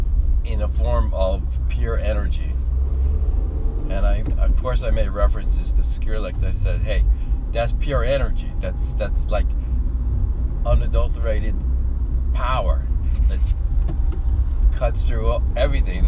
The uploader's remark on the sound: Talking while driving